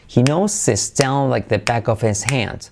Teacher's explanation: Saltamos la H, pero la I como una E